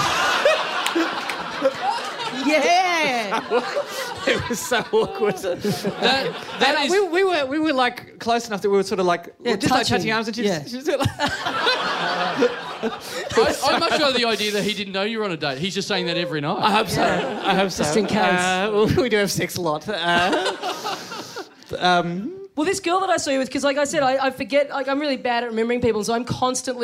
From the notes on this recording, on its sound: Recorded LIVE at Five Boroughs on April 20th, 2014 as part of the Melbourne International Comedy Festival.